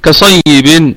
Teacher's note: كصيب الكلمة كلها مرققة ما عدا الصاد، فهي في ثاني درجات التفخيم لأنها مفتوحة